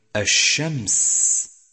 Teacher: فالشين تخرج من وسط اللسان ثم تنتشر مارة على بقية المخارج حتى تتصل بحروف طرف اللسان ومنها الظاء التي تخرج من حافة · Term: التفشي